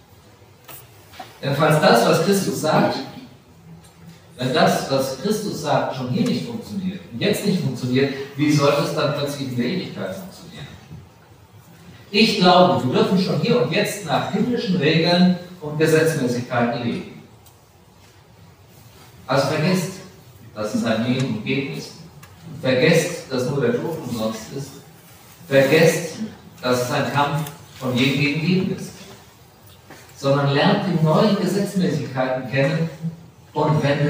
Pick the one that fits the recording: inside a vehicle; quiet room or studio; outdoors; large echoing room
large echoing room